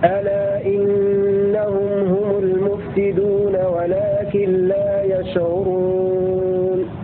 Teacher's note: هذه رواية قالون على قصر المنفصل وسكون الميم